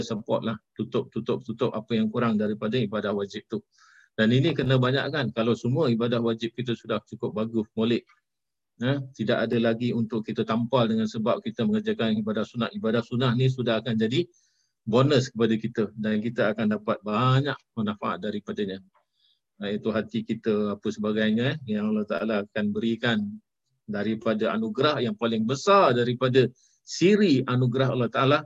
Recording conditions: video call